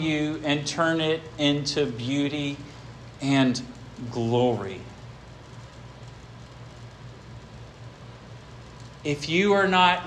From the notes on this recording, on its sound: This sermon was preached at Hope Fellowship on July 23, 2023